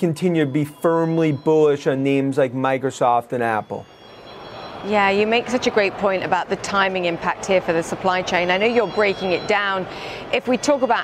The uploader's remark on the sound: is live from The New York Stock Exchange